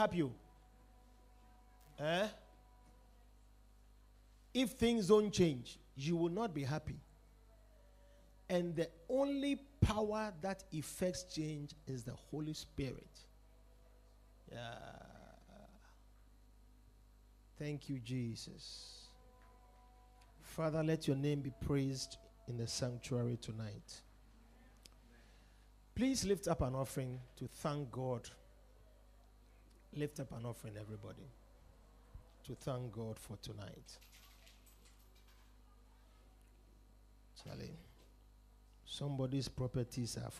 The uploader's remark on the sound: Preached at The Victory Secrets Service.